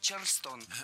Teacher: И город, и танец в русском языке имеют ударение на втором слоге – Чарльстон.